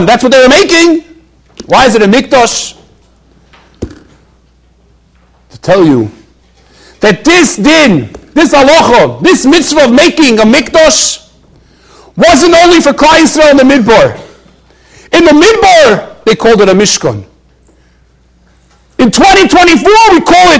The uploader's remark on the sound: During Thursday Night Seder. Shiur recorded in Yeshivas Ohr Reuven, Monsey, NY.